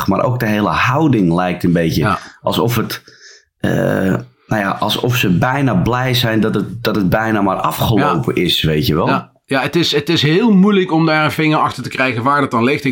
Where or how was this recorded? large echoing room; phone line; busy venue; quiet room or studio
quiet room or studio